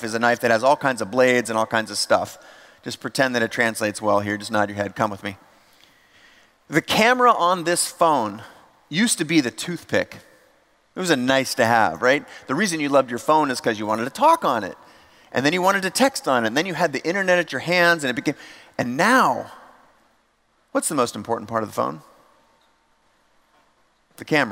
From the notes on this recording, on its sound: Audio version of a talk I gave at The Next Web conference in Amsterdam.